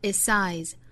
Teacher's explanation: 那 its 再和 size 做后劲同化，读成 its size, itssize